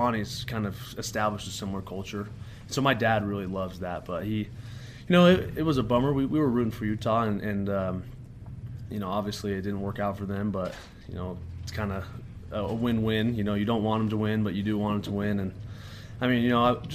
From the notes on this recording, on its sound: talked to the media Monday during BYU's press conference